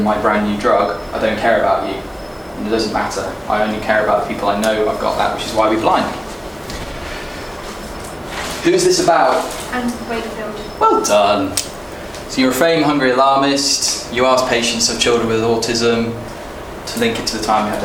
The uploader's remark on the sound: This is the live recording of the eleventh #UnblindingResearch session